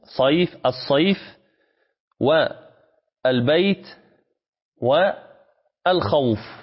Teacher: إطالة الصوت بالواو والياء الساكنتين المفتوح ما قبلهما الخاء والباء والصاء مفتوحة، المفتوح ما قبلهما الساكن ما بعدهما سكونا عارضا، أي الفاء والتاء والفاء في الصيف سكونها سكونا عارضا.